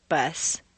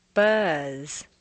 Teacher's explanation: notice how the voiced word is drawn out · Shown in: second take